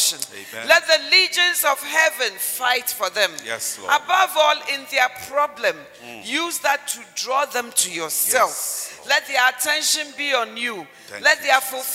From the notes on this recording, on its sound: Model Marriage Conference 2021. Message preached at The Healing Jesus Mission International, HQ, Spintex on 14th February, 2021.